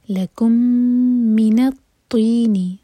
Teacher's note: لکم کا میم اور من کا میم مرج ہو رہے ہیں ادغام متماثل ہے میم کو ہولڈ کریں گے